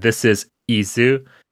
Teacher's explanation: you have to intentionally close your larynx before you start the next word. · Term: glottal stop